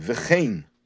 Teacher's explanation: the word vechein we pronounce with the vowel of tzeirei, vechein, and not bepasach with the vowel of pasach, which is vechan shnei k'suvim.